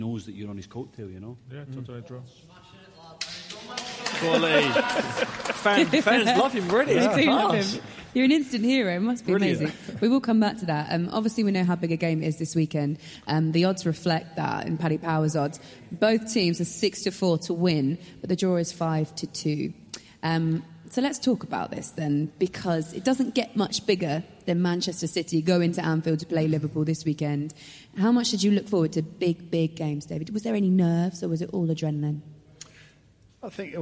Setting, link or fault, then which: setting, live audience